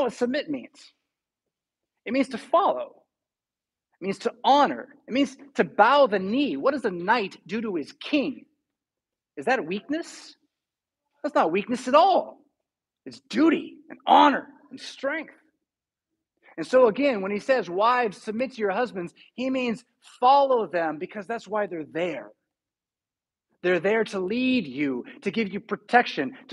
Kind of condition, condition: setting, large echoing room